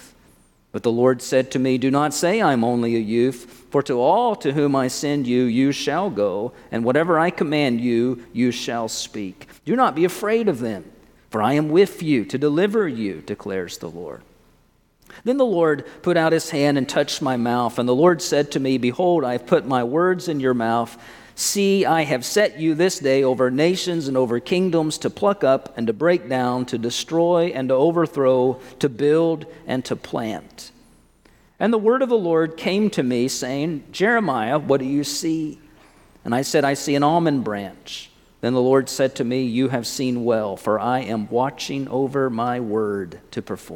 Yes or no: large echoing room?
yes